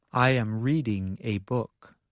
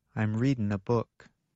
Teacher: In careful speech, Americans pronounce the g at the end of the verb. · Shown in: first take